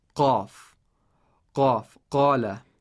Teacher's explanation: the place of articulation is at the deepest part of the tongue and the soft palate for this letter, qaf